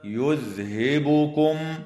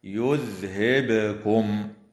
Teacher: كما يفعل بعض المبتدئين خطأ فيقرؤون خطأ هكذا يذهبكم، وهذا خطأ، والصواب القراءة بإسكان الباء مقلقلة · Shown in: second take · هكذا يذهبكم. وتظهر الميم الساكنة في قوله تعالى يذهبكم ويستخلف، بينما